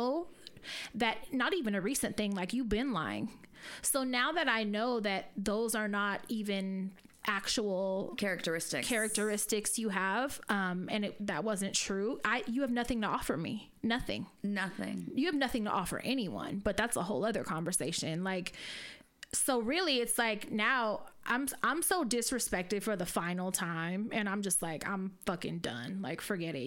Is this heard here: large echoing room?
no